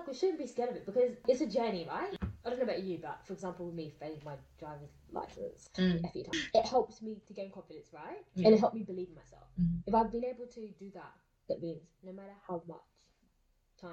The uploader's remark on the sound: we do want to sincerely apologize for the sound quality on this episode, unfortunately we experienced technical difficulties beyond or control